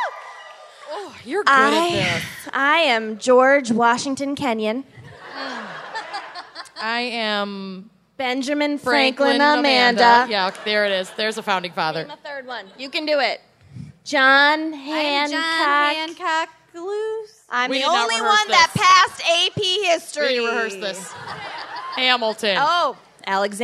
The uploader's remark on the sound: Philadelphia LIVE. Live from Philadelphia.